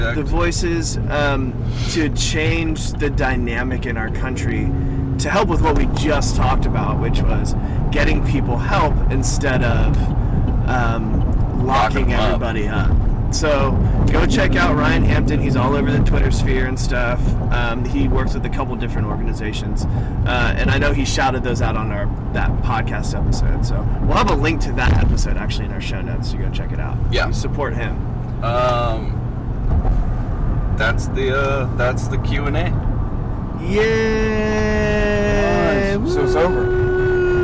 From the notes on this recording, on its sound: You'll have to excuse the rough audio quality..we were in a car, afterall.